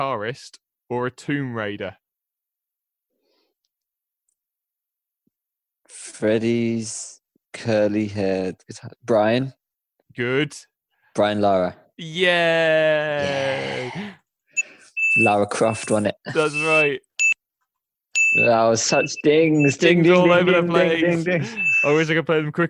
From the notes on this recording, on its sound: Trapped in our houses, we give remote recording a go.